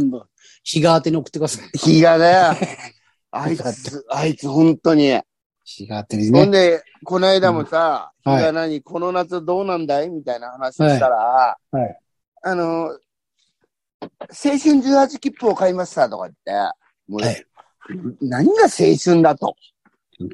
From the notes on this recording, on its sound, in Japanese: ZOOMで収録〜。